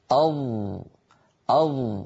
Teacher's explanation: تجد بأن الصوت محصور بين قبة الحنك واللسان